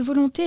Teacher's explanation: En effet, comprenant une succession de six phonèmes, le terme volonté est composé de trois syllabes, s'ouvrant sur le vo, une sonorité consonantique dite fricative labiodentale, juxtaposée à une sonorité vocalique, évoquant ainsi une certaine douceur qui se poursuit dans le long, une consonne liquide suivie d'une voyelle nasale.